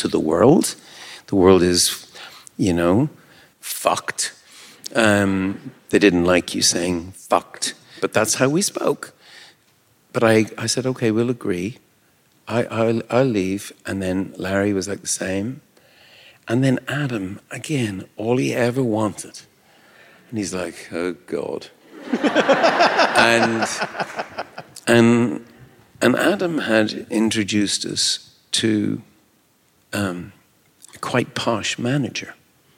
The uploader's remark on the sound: at the 2022 New Yorker Festival